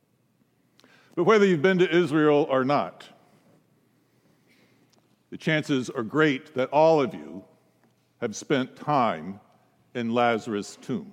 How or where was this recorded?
large echoing room